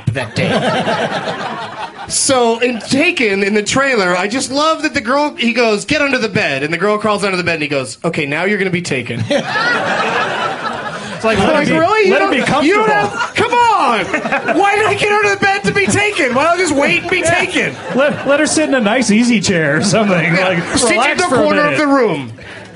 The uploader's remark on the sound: On this special SF Sketchfest edition of I Love Movies. Recorded live at The Punchline in San Francisco, January 16th, 2010.